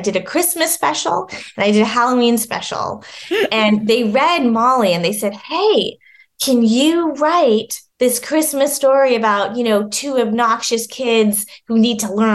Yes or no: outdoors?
no